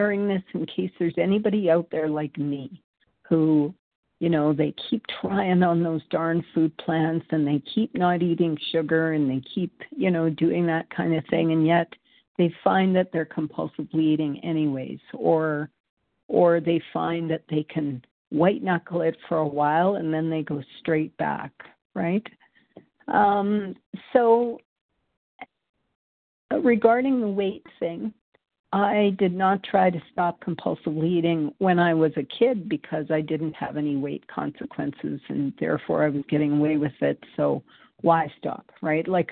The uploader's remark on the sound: from the 100 Pounders Phone Meeting